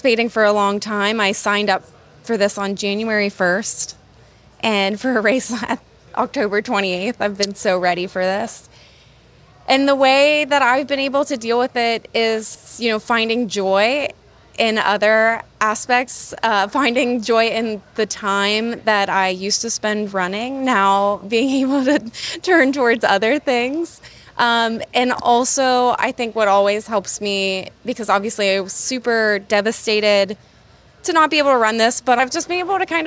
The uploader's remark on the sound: LIVE from Pittsburgh MiniCon